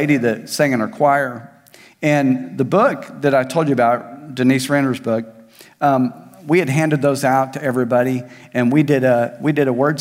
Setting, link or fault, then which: setting, large echoing room